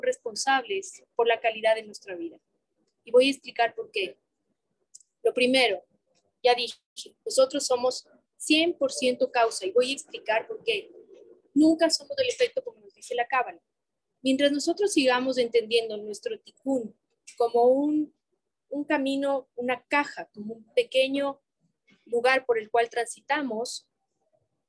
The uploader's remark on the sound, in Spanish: Fue grabado en vivo, ten paciencia, se corta un poquito.